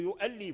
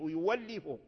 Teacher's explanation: إذا جاء قبل الهمزة المتحركة المفتوحة جاء قبلها ضم فورش يبدلها واو · Shown in: second take